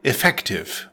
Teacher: Effective is an adjective pronounced effective with the stress on the second syllable. Definition: successful in producing a desired result.